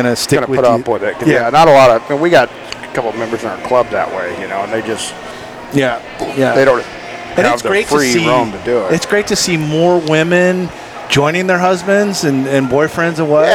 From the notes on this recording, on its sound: On location at Farmers Brewing Company in Princeton, CA.